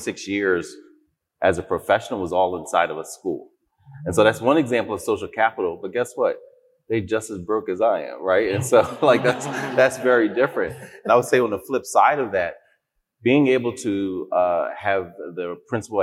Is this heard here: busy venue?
yes